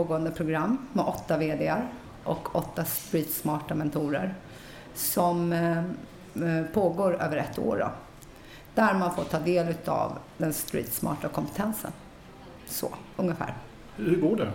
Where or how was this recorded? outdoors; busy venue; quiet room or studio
busy venue